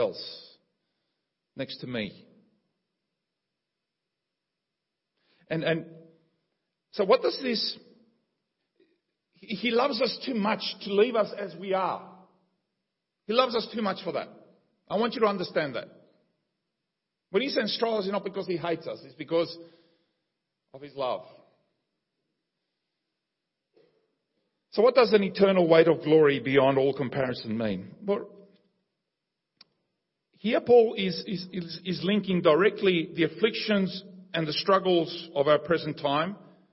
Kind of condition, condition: setting, large echoing room